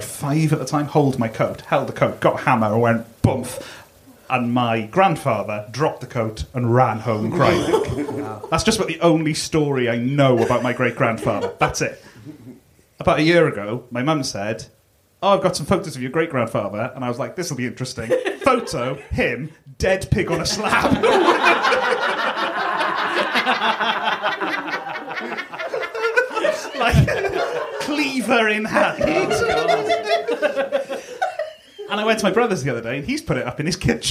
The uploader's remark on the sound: Our very first live edition of the podcast - recorded at the 2022 Machynlleth Comedy Festival. In front of an audience.